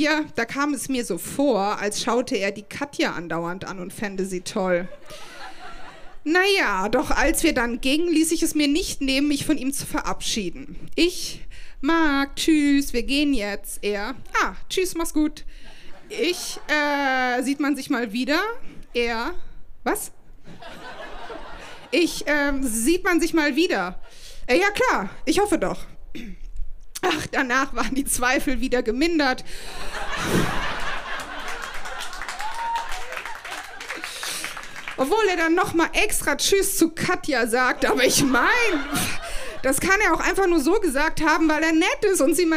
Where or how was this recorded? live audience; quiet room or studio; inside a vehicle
live audience